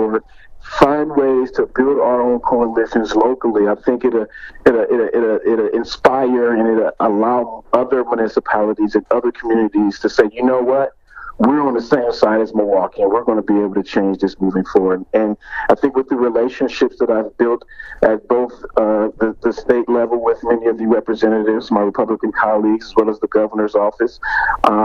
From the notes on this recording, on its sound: The interviews were all conducted separately, all by phone, largely asking the same questions, Q&A style.